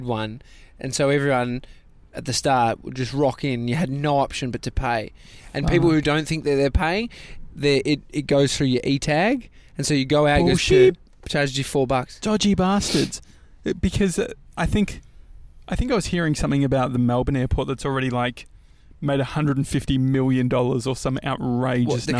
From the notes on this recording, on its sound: Live from the McDonald's carpark next to Melbourne Airport